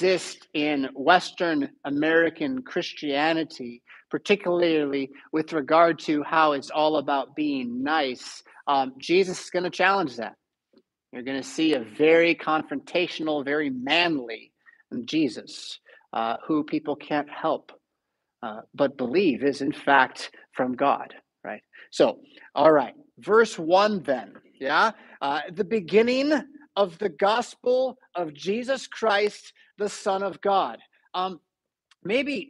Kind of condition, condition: setting, large echoing room